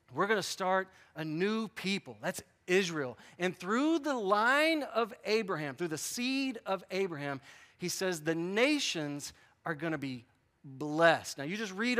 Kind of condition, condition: setting, large echoing room